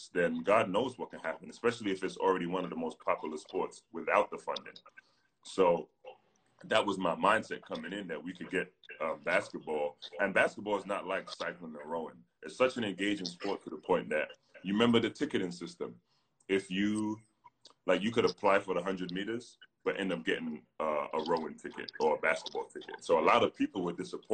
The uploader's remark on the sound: Whilst the world is locked down during the coronavirus pandemic, two British basketball stars.